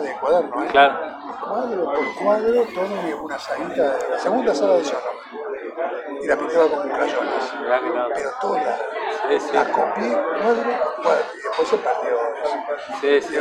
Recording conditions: background noise